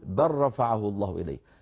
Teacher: ما في أحد من القراء يظهر لام بل عند راء رفعه · Term: الإدغام